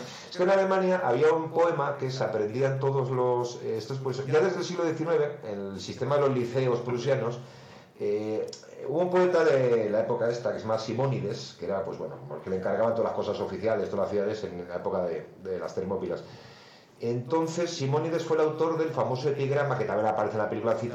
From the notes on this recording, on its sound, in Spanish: HEMOS TENIDO PROBLEMAS CON LA GRABACION ASI QUE EL AUDIO ES BASTANTE REGULERO